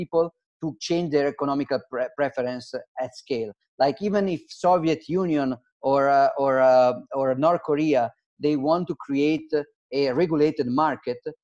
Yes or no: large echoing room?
no